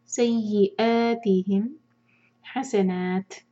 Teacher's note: یہاں پر رکھیں گے تا پر ہمس کریں گے اور نا کو ہم چار حرکت کھینچیں گے